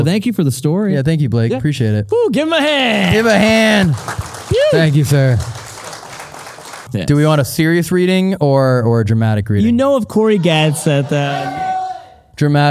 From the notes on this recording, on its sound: This episode was filmed in front of a live audience at the haunted Waverly Hills Sanatorium in Louisville, KY on August 15, 2022.